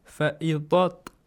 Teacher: You skip the Alif Mad with Dhal. You join the dhal to the ta.